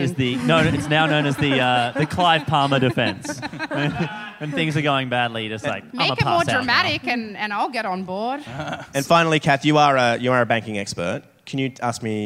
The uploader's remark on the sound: Recorded live on stage at Giant Dwarf